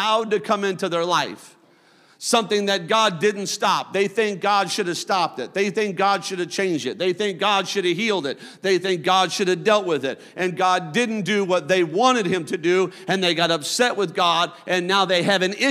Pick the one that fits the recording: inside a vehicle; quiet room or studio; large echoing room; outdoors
large echoing room